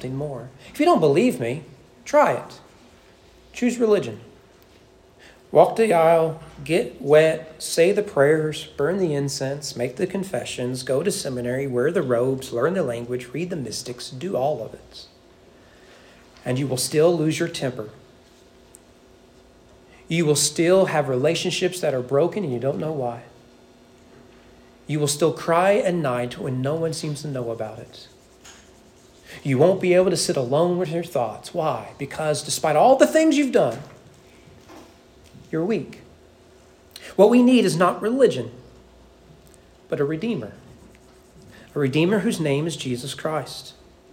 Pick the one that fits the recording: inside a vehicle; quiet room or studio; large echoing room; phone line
large echoing room